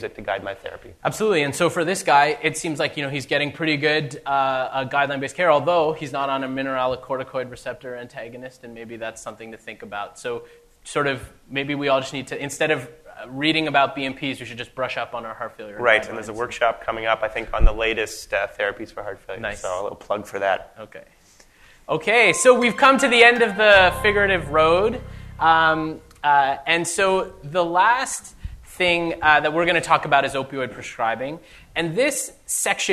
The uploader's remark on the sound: This week’s episode is the second part of the live recording